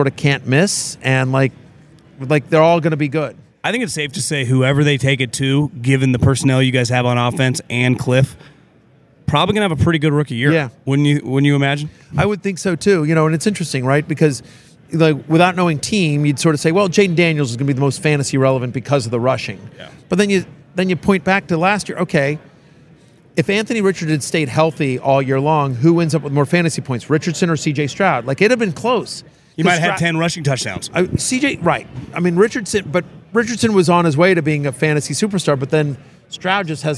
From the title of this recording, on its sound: Live from the NFL Combine